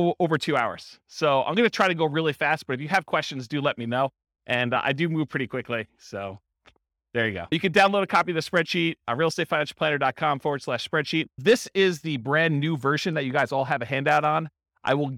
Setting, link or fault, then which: setting, live audience